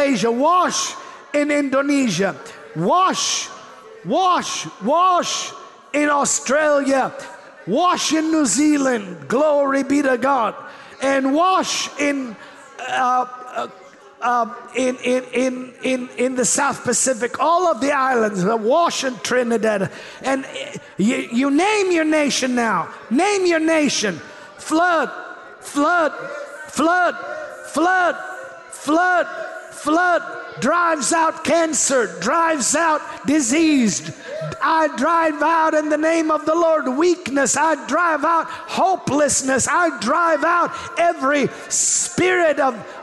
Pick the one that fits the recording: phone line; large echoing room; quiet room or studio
large echoing room